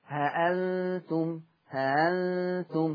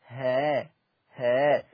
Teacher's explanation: الهمزة المسهلة لا هي بتحقق ولا هي تطلع حرف هاء · Shown in: first take